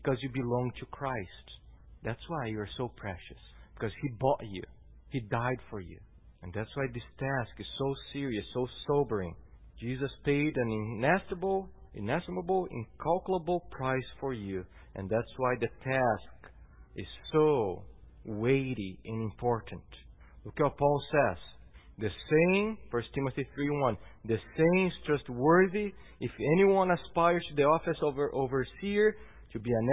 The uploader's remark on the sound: at Gracious Cross Reformed Church Salem on Sunday, August 12th, 2018.